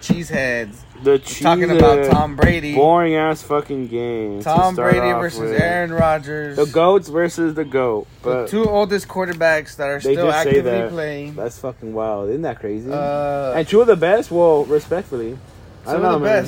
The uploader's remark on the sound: This episode is unedited and recorded on an iPhone.